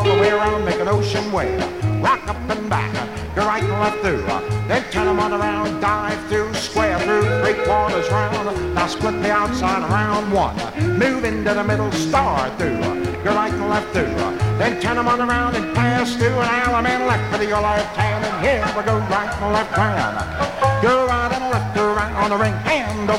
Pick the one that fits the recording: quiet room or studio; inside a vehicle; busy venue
busy venue